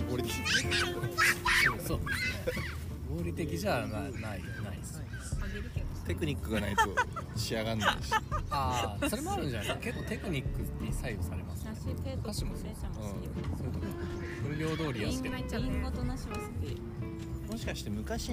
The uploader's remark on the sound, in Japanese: ピクニックしながらレコーディングしたため、隣に妻たちの女子トークが混ざってたり